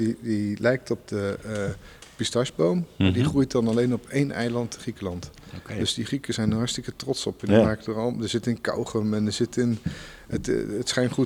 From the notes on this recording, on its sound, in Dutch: Live opgenomen in de brouwerij van Ramses. Ramses Bier in Wagenberg/Hooge Zwaluwe.